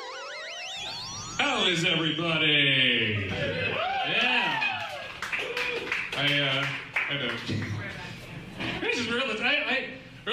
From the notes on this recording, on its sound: we met up before the Pizza Schmizza mic on NW 21st in Portland